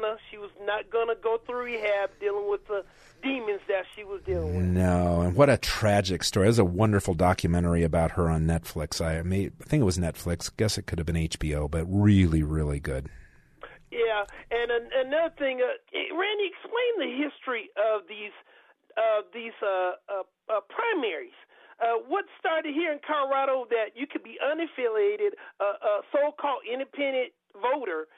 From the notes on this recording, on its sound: The phones stay lit for the final hour with callers, old and new